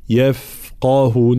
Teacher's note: واضح ترقيق جميع الحروف ما عدا حرف القاف